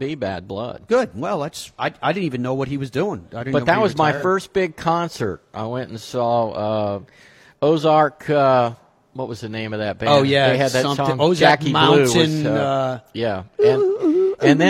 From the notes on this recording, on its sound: Live from PNC Father Son. Broadcasts live from the PNC Father Son Challenge.